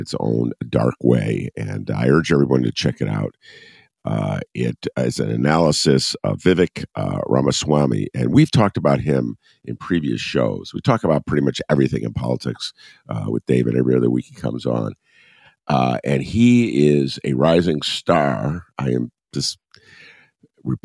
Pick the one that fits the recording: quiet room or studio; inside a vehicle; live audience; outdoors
quiet room or studio